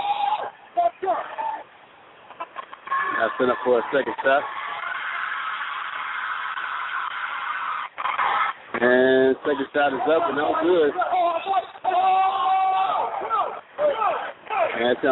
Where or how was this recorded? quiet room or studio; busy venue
busy venue